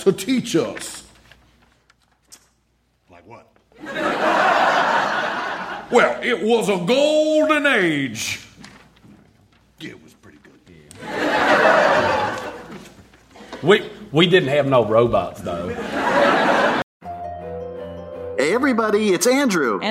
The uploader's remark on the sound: Recorded Live 3/3/2012 at Largo, Los Angeles.